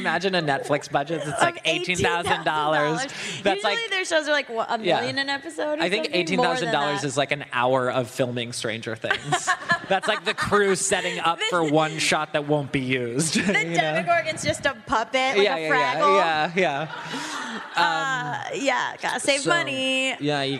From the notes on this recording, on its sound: taped a live episode of Bad With Money at PodCon